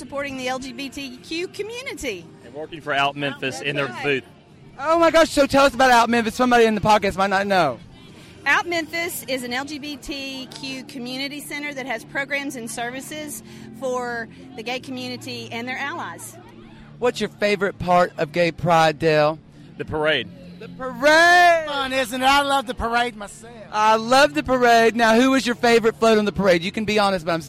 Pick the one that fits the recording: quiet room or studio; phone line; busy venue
busy venue